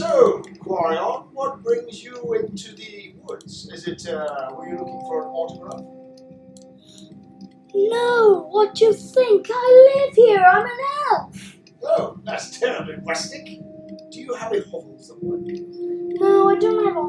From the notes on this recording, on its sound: sorry if the audio is a bit naff it's the best we have